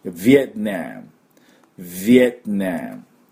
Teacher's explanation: アクセントがですね、2つありまして、最初がヴィエ、次がナム。